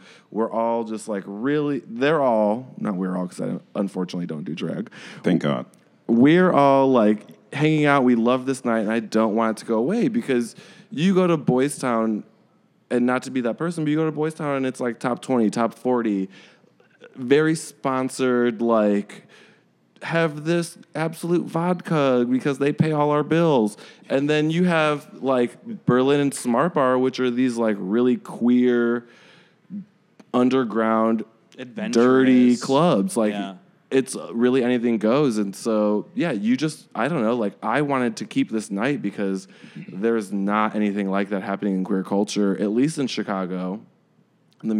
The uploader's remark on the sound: In an interview recorded at Gman Tavern in Wrigleyville